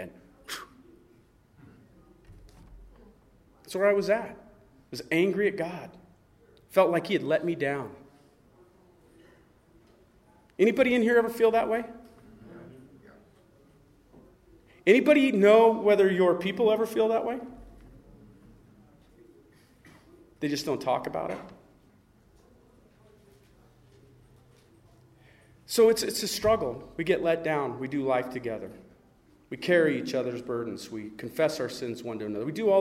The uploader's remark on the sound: The following audio comes from the National Disciple Making Forum. The Relational Discipleship Network hosted a track.